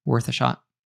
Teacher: the article A there, which we almost never say a fully pronounced A · Term: schwa sound